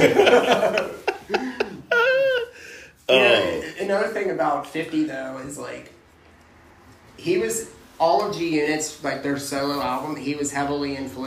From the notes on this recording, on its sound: Sorry about the echo. I moved and don't have a great room for this and I'm still on the phone only!